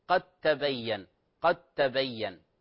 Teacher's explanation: المدغم هو الدال الحرف الأول، والمدغم فيه هو كما تلاحظون التاء · Term: إدغام المتجانسين